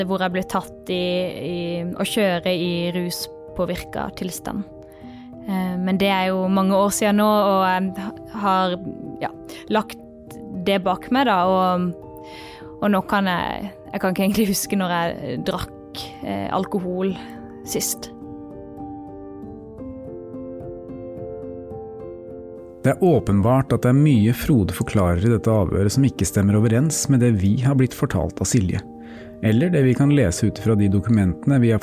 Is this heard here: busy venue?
no